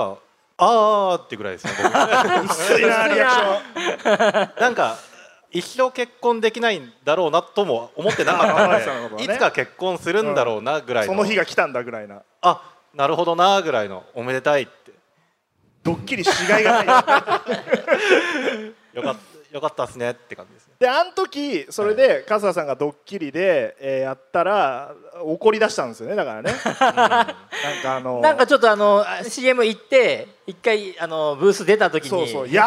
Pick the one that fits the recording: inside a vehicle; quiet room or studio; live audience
live audience